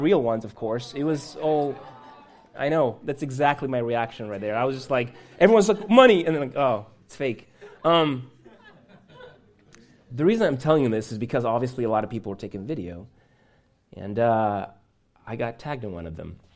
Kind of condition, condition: setting, large echoing room